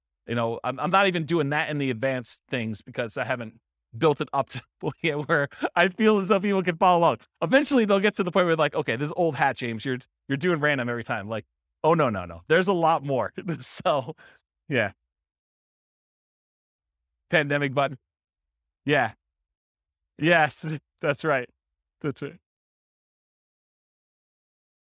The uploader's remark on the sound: This was a live class recorded